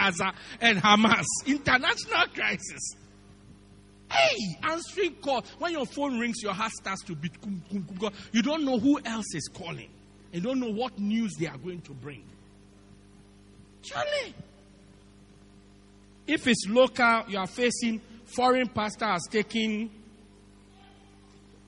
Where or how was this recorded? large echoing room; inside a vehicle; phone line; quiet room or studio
large echoing room